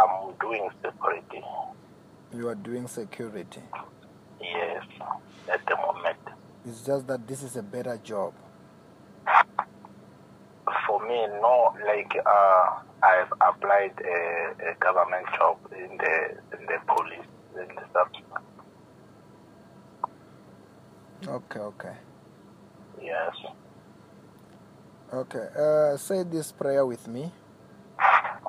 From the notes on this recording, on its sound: healing over the phone